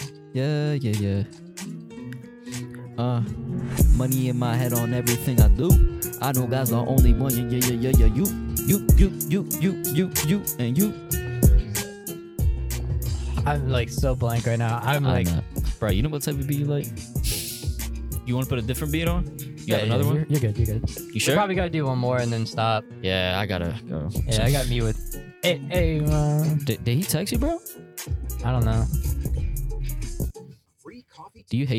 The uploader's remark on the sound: Go for a quick drive to target and attempt to record a vlog. Driving and Rapping.